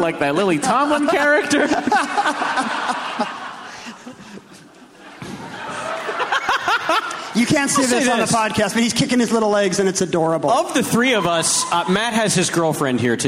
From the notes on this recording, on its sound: Recorded live at the Neptune Theatre in Seattle, Washington on May 23, 2014.